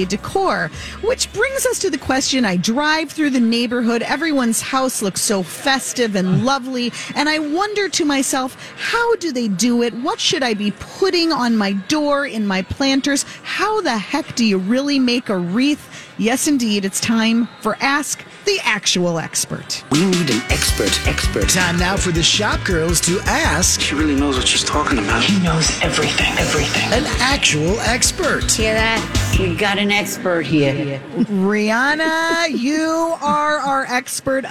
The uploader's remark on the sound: Live at the Minneapolis Convention Center